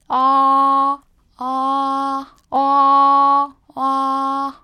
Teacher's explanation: 입을 크게 벌린 상태에서 안에서는 오 발음을 하고 그리고 사실은 들리기에는 약간 얼추 어같이 들리는 발음이에요